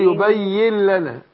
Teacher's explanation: أقول يبين لنا، إدغام هنا، النون في اللام، إدغام بغير غنة